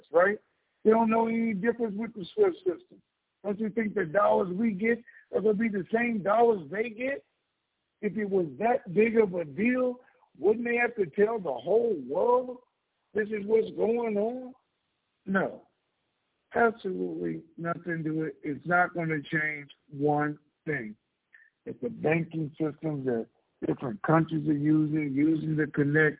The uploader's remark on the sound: TNTSuperfantastic Conference Call.